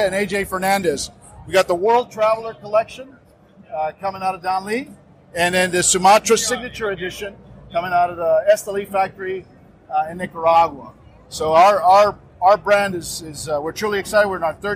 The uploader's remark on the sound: Live from TPE 2023